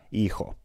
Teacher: Useiden latinan sanojen alku F:t katosivat puheesta. Kirjoituksessa niiden paikalle merkitään kuitenkin H.